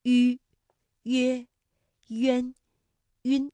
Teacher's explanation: 两唇要拢圆，略向前凸，舌尖抵住下齿背，使舌面前部隆起和硬腭前部相对，声带震动，软腭上升，关闭鼻腔通路。韵母开头的是迂的韵母呢，我们把它统称为搓口呼。发音的时候，双唇搓拢成圆形，所以叫做搓口呼。迂、约、渊、晕。那大家要注意的是，如果迂前面遇到了鸡、七、西的时候，迂上面的两个点要去掉了。这个顺口溜就是小迂有礼貌，遇到鸡、七、西就摘帽。这是在书写当中的注意事项。你 · Term: 舌面单韵母